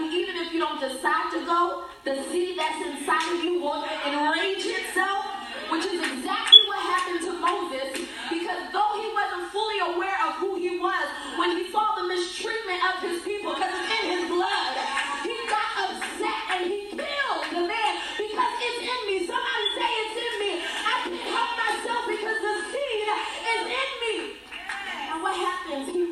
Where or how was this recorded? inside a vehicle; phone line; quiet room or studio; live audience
live audience